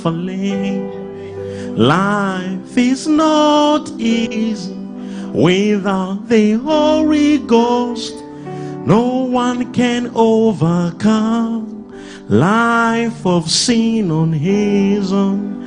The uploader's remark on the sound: LIVE SUNDAY SERVICE| ECG CHURCH